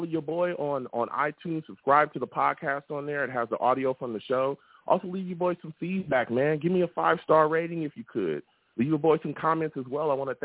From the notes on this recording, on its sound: I also take live callers as well!